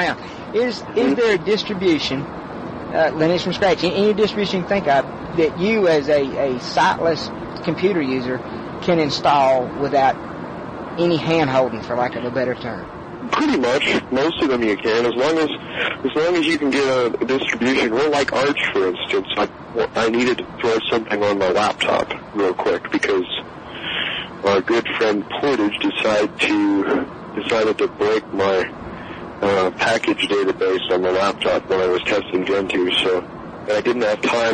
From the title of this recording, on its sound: Phone interview